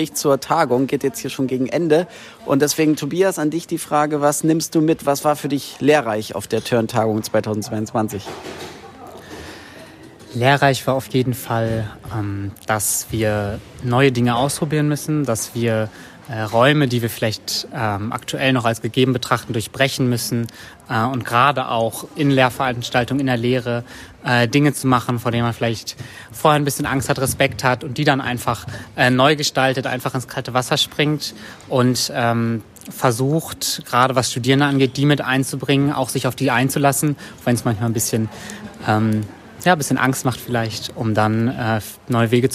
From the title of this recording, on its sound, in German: vor Ort: TURN-Tagung 2022 in Kiel